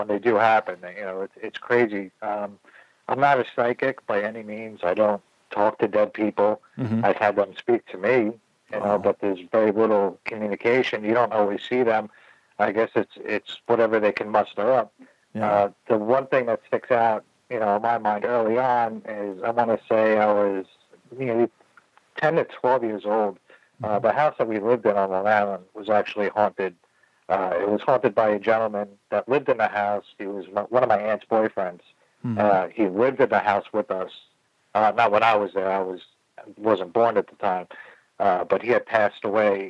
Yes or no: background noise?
no